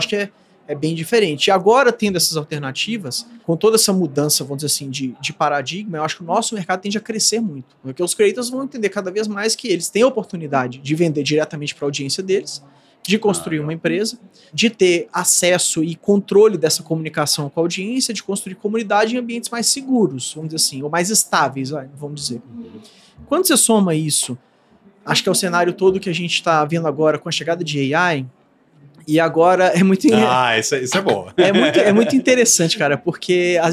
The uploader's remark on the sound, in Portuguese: Nesta conversa gravada durante o Gramado Summit 2023. Nesta conversa gravada durante o Gramado Summit 2023.